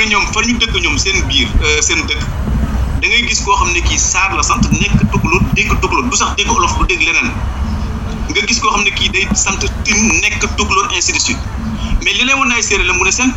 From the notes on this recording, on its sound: Listen again to our live interview with the Senegalese personality. Radio station : Seereer Radio. Location of interviewee : Fatick, Senegal. Medium : Audio recording. Our sincere apologies for the background noise.